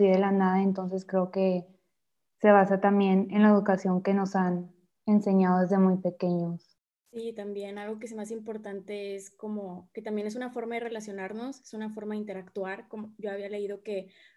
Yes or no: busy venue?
no